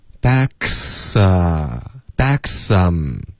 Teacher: 大家注意这个 k 和 s 的音呢要连发，一直发到这个 a 的音